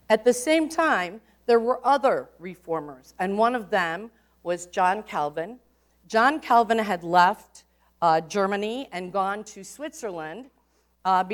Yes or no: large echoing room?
yes